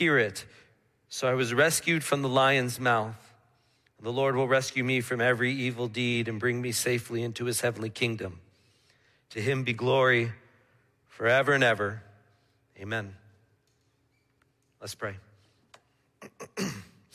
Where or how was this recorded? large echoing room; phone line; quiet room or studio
large echoing room